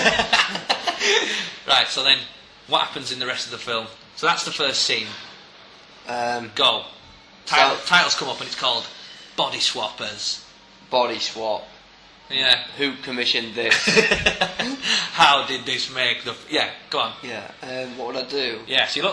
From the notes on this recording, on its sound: Recorded on location in a coffee shop in Leeds city centre.